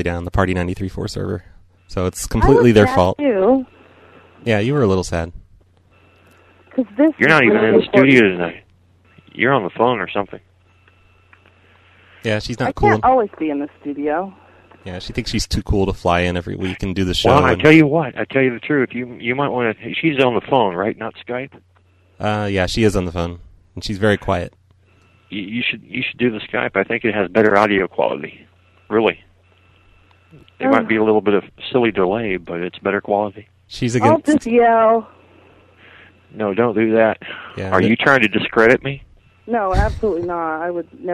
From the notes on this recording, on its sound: Prank Phone Calls